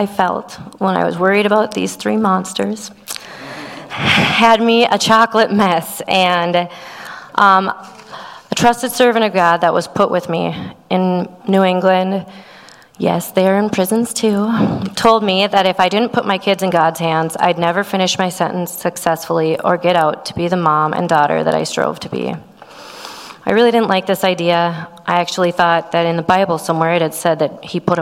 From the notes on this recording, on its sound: Audio from our Thanksgiving Eve Service that was held November 23rd at Lighthouse Church.